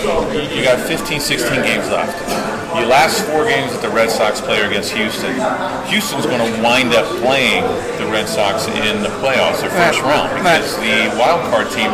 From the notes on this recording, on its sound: A Mint Pros Stadium Suite Event